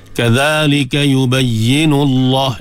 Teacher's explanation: lam taghliz, tebalkan lam pada lafzul jalalah sebab sebelum dia dhammah